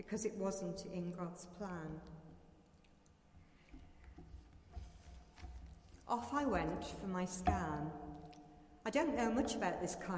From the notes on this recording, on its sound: Christ Church, Bayston Hill (UK)